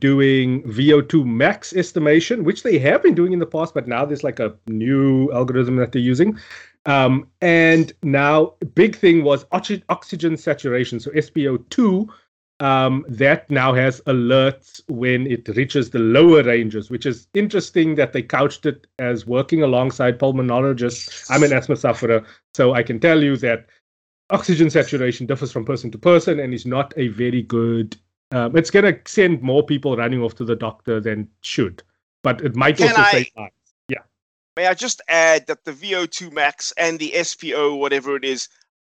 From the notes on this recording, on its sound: Recorded via Skype